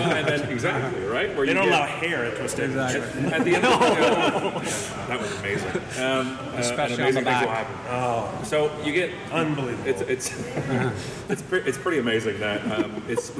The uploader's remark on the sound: Recorded live at Tweetstock Eight in Brantford, Ontario. At Laurier Brantford.